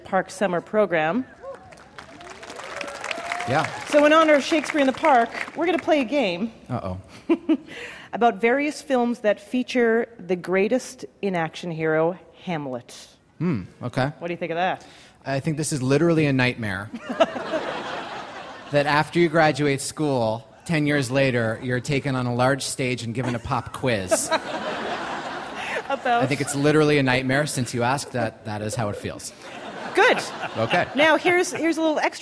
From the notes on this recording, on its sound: LIVE From Central Park. This summer spectacular, recorded outdoors in New York City's Central Park, is a jam-packed show.